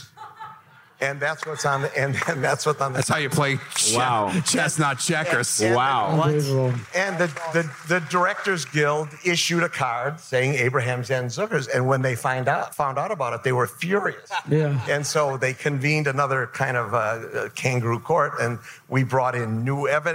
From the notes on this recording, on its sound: Recorded on the IJ Cruise in front of a live audience.